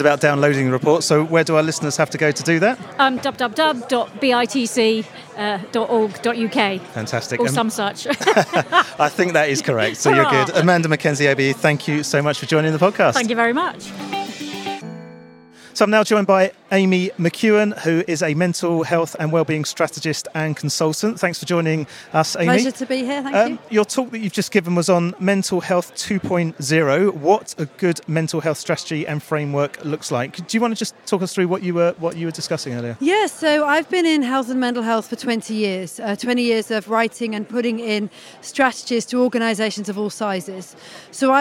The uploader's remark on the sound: Recorded at the fourth Mad World Summit, which has become the global go-to solutions-focused conference and exhibition.